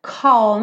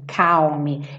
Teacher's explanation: Percebe que tem um arzinho nesse C, né? · Shown in: first take · Não é calme.